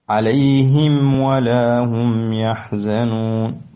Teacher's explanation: ينبغي أن تنتبه للميم الساكنة قبل الواو، فحكمها الإظهار من غير قلقلة